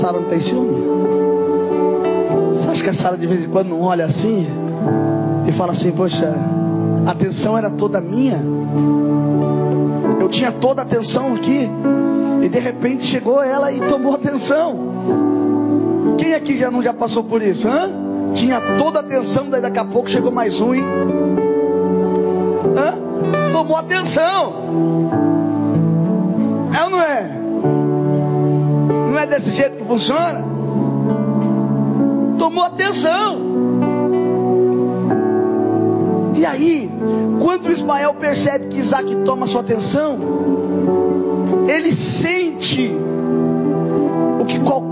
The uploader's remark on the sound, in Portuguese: Mensagem gravada em 14/01/2024 - Culto da Familia